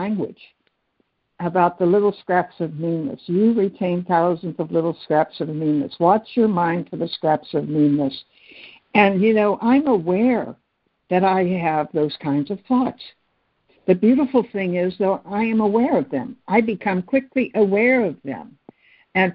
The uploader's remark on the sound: ACIM Daily Conference Call